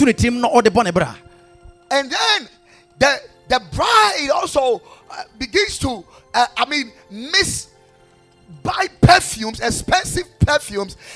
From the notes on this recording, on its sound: Preached at Ekklesia Chapel